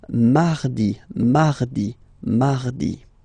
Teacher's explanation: So you can hear that you don't pronounce it that strongly, this R.